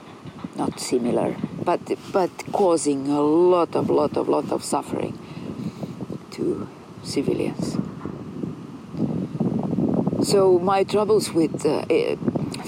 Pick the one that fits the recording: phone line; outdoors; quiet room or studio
outdoors